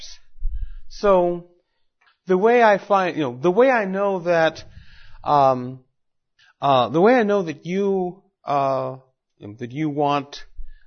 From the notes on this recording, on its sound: Recorded at Mises University 2010.